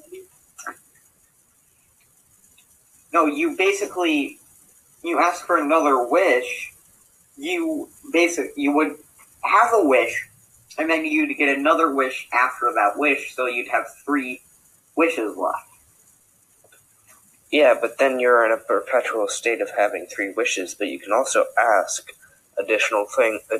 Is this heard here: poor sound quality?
yes